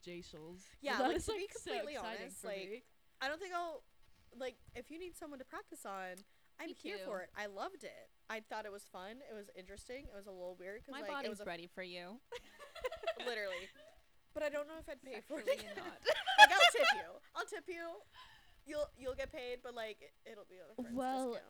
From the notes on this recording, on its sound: We're still in the process of figuring out our audio.